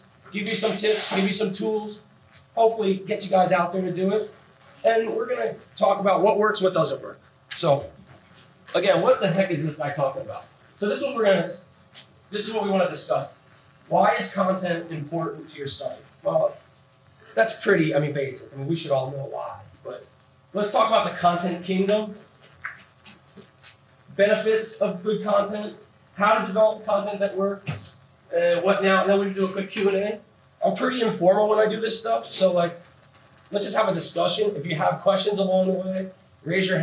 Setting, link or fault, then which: fault, poor sound quality